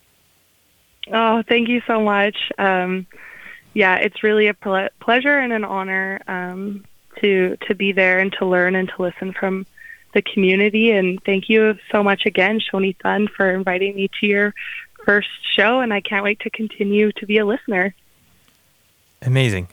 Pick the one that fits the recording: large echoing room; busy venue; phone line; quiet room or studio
phone line